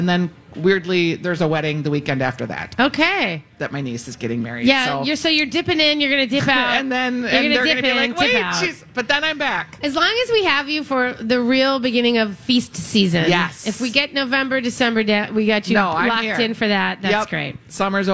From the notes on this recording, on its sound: LIVE from the Minnesota State Fair!